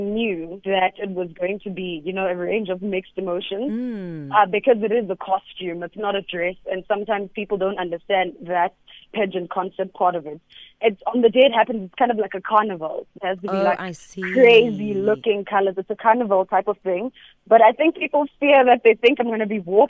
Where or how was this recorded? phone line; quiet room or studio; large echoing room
phone line